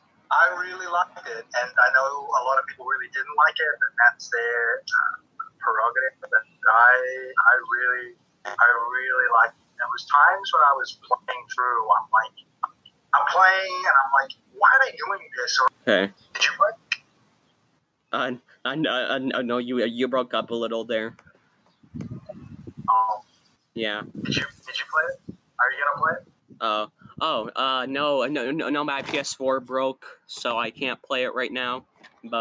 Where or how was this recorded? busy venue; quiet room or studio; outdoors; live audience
outdoors